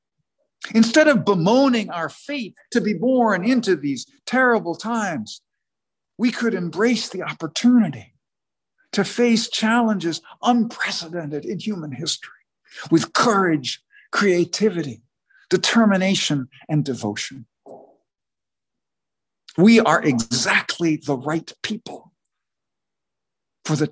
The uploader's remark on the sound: sermon was delivered on Sunday, November 14, 2021 at the Unitarian Universalist Congregation in Andover